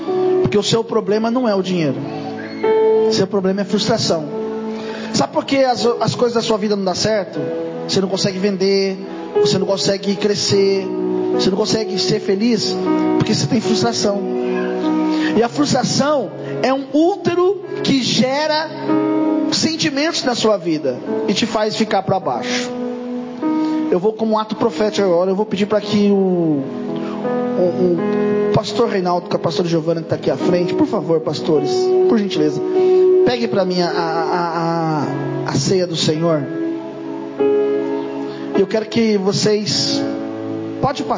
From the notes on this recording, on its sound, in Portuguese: Mensagem gravada em 31/12/2023 - Culto da Virada